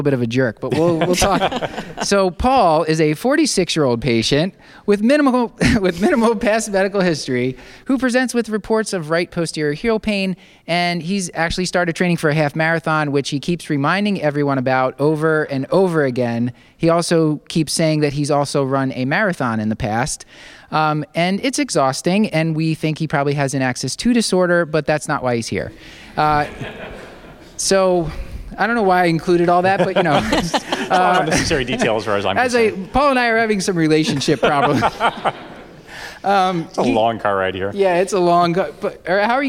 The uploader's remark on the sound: For a special live Curbsiders episode! Audience questions.